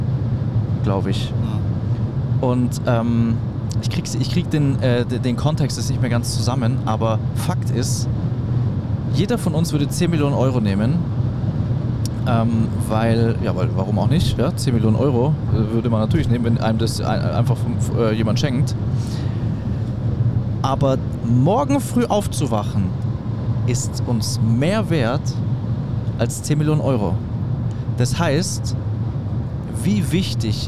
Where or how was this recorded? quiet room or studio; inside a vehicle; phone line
inside a vehicle